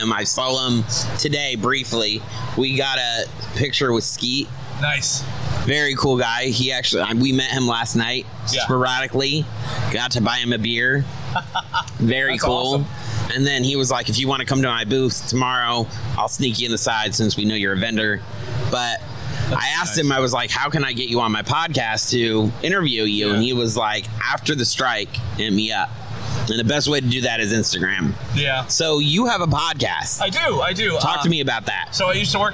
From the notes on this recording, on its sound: Today they have an awesomely spooky episode filled with surprise guest interviews, live from Spookala Tampa!